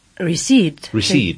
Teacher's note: es una palabra que lleva una P ahí en el medio, pero que no vamos a pronunciar.